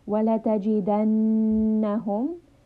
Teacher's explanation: Noon has a shadda, so we are resting a little bit upon this noon.